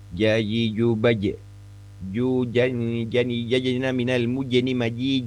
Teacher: Huruf jim ini punya sifat yang justru tidak mendesis